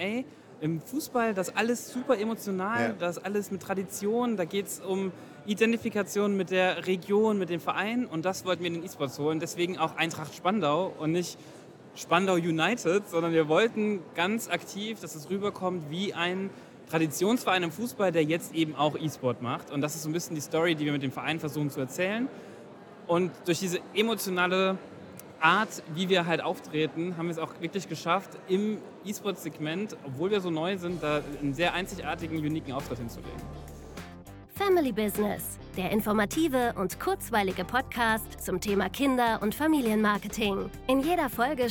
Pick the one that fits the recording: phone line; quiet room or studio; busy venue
busy venue